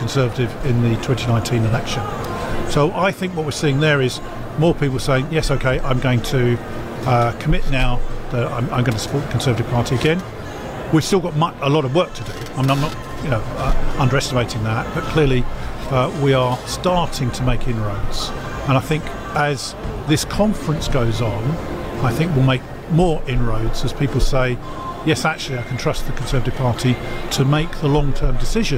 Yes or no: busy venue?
yes